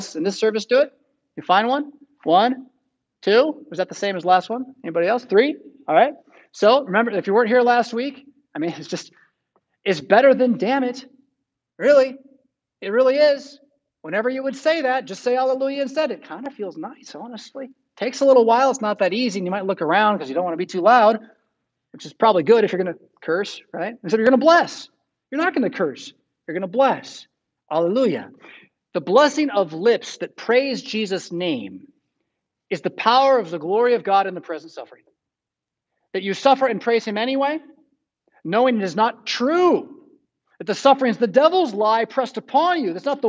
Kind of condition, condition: setting, large echoing room